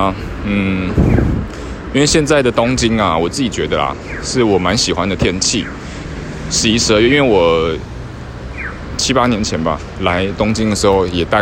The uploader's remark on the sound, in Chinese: IPhone X 邊走邊錄版，一刀未剪。(注意聲量！)。